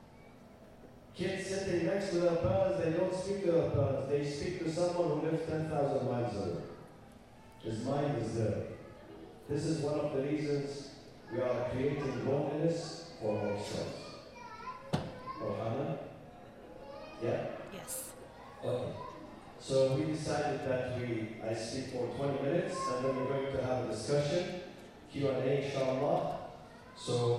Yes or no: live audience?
yes